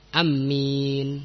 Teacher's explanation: Ada yang qasr ma'a tasjid, ay tasjidil mim, pendek dan di tasjid huruf mimnya. Amin. Tapi mentasdidkan huruf mim dalam ucapan amin ini khoto, kesalahan.